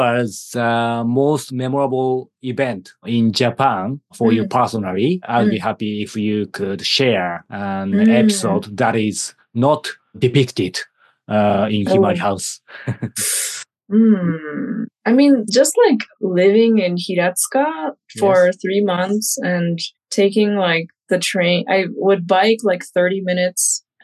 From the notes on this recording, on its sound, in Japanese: 2024年1月オンライン取材